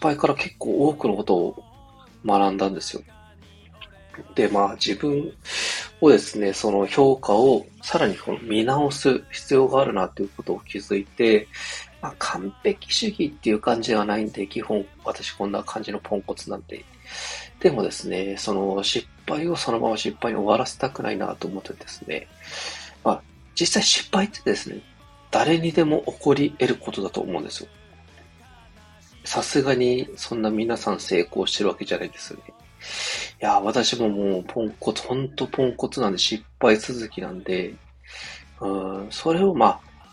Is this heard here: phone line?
no